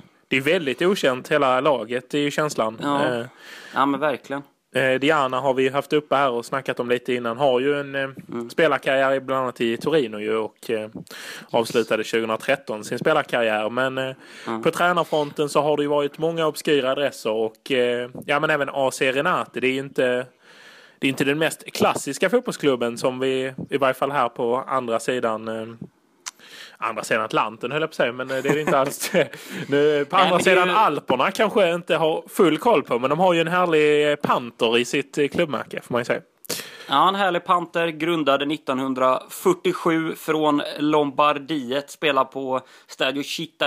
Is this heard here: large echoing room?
no